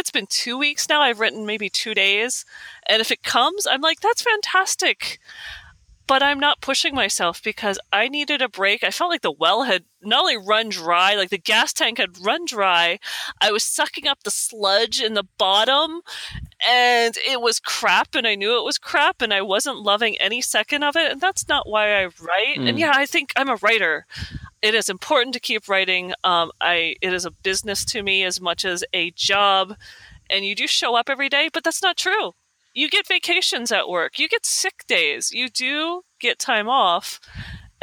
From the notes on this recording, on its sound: It's a whole new set up, a whole new recording system. I'm currently on the road, so I'm sitting outside next to a library in Canada, in Poult port Colborne. I'm sitting outside because there's no, I don't want to disturb the other library listeners. If you hear a little bit of traffic and cicadas on this beautiful August day.